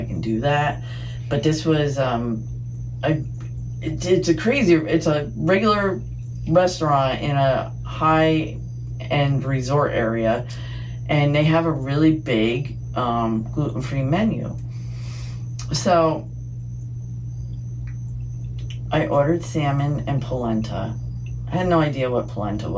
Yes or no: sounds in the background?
yes